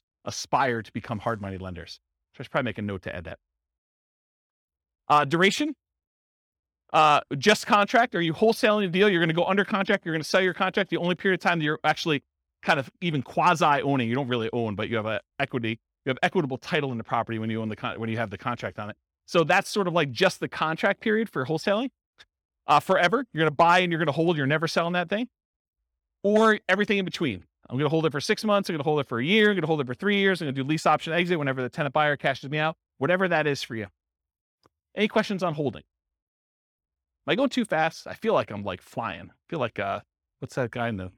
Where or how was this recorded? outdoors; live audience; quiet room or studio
live audience